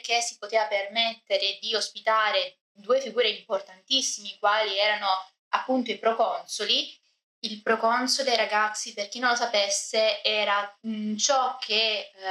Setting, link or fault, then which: fault, poor microphone